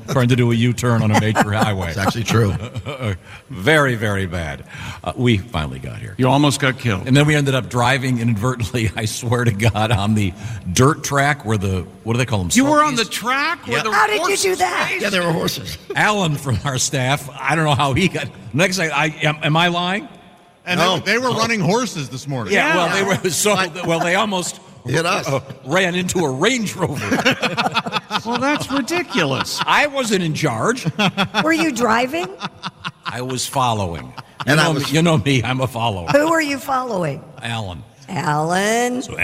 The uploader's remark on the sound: We're live from the Indiana State Fair